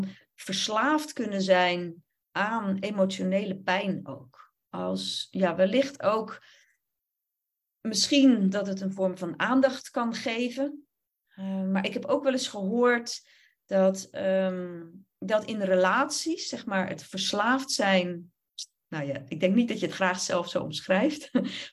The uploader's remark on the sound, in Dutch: Opname van een webinar. Deze aflevering is een opname van het webinar. Je hoort enkele ervaringen van deelnemers.